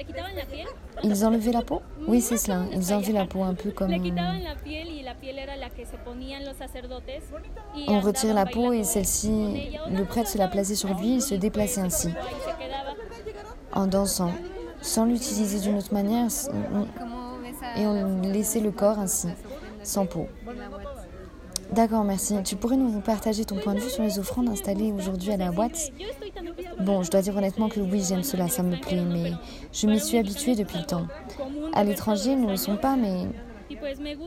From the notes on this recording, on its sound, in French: Un podcast d’immersion sonore qui vous plongera dans l’ambiance délicieuse du Mexique. Vous laisser guider par les bruits de la rue.